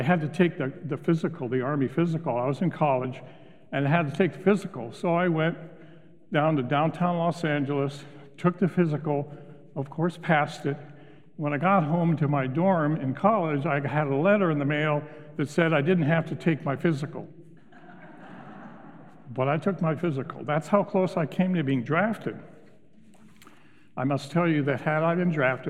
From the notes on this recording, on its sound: Recorded live at Beatitudes Church in Phoenix, AZ.